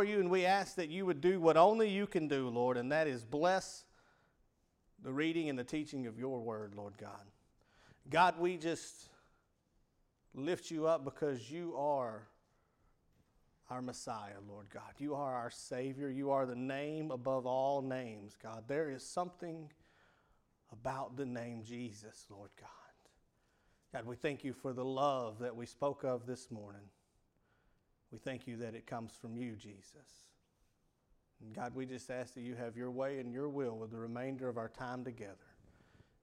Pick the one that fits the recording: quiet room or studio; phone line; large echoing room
large echoing room